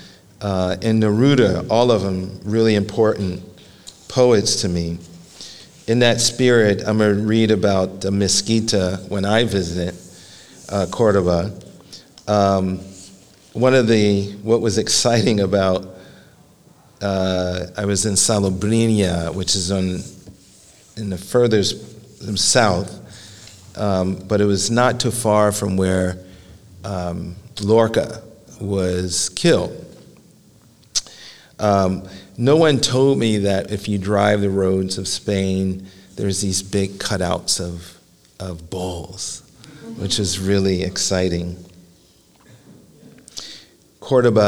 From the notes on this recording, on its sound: Live at The Philadelphia Ethical Society.